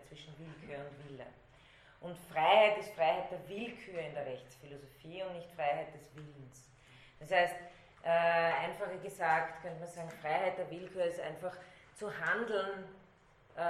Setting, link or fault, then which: setting, large echoing room